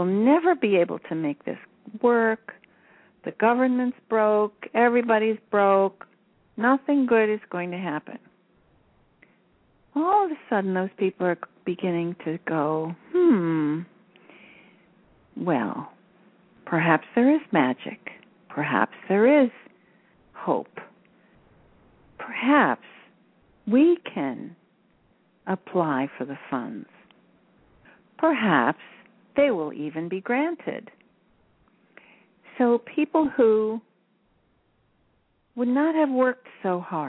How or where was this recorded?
phone line